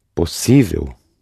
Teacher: The O is more open in Brazilian.